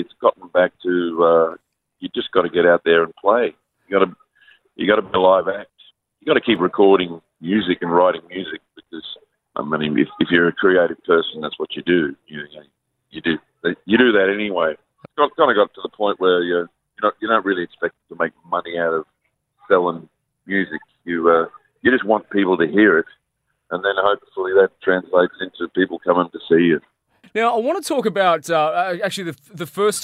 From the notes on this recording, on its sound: got on the phone